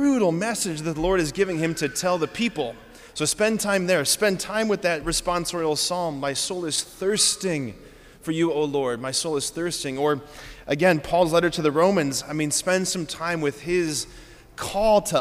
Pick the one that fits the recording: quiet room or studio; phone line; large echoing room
large echoing room